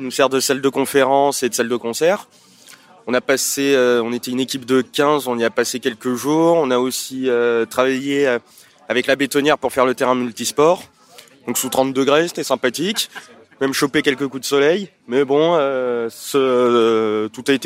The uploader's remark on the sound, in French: Festival de la réconciliation 2021. Avec son "micro-champêtre" parcourt les allées du festival pour recueillir impressions et avis des visiteurs.